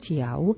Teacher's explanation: tu je na konci slova V a vyslovujeme ho ako U.